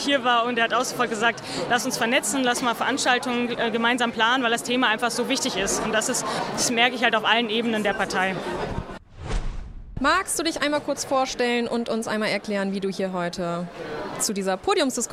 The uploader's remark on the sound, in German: Junge Pflege Kongress in Bochum. Wir nehmen euch Live mit auf den Junge Pflege Kongress des DBfK Nordwest in Bochum.